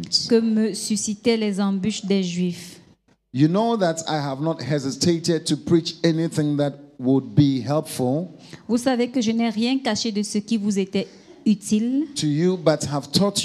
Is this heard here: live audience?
yes